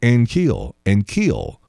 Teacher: You keep saying Ankiel, Ankiel. The accent on the second syllable. It's not. It's Ankiel.